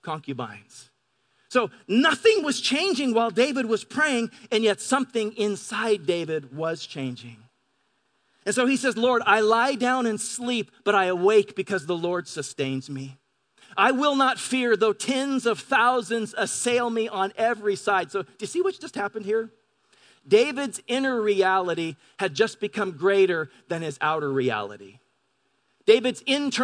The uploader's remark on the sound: Delivered on 5 August 2018 at Grace Church of La Verne. Delivered on 5 August 2018 at Grace Church of La Verne.